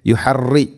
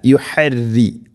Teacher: റോഇനെ തർഖീഖ് ചെയ്യണം, നേർപ്പിക്കണം · Shown in: second take